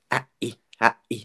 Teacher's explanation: the a and then the glottal stop that's the apostrophe between the a and the I, a-i. So they're kind of separated by that little sound.